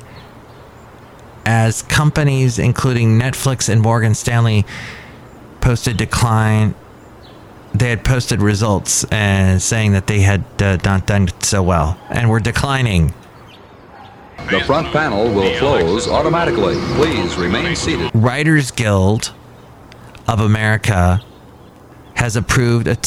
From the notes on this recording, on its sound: podcasts live from Café Anyway